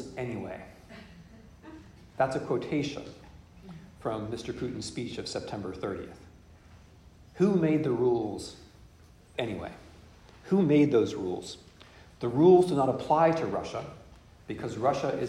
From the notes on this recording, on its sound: In this lecture, delivered at Boston University on 28 October 2022. In this lecture, delivered at Boston University.